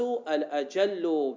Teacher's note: قال والقياس الأجل بالإدغام